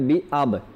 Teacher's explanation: তো এখানে কলকলার জন্য হোক বা যে কারণে হোক, আমরা যেন জবরটা না বলি এখানে, আবা আবা যদি বলে দিই তাহলে জবরটা চলে আসে।